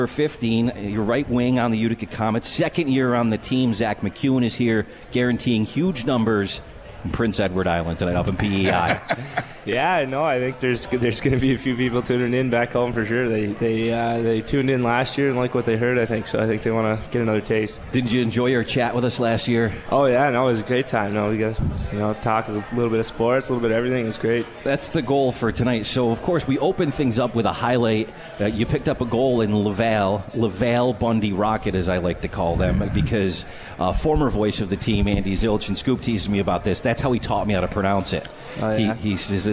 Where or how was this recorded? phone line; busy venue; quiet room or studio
busy venue